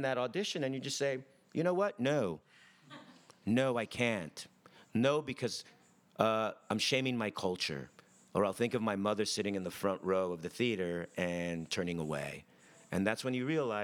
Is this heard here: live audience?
yes